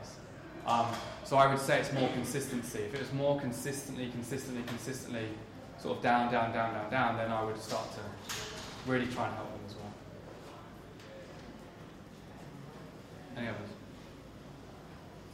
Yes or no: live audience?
yes